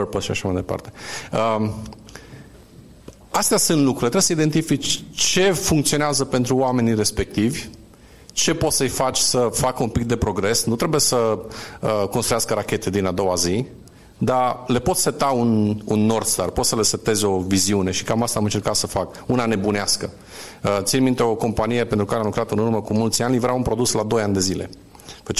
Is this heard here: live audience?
yes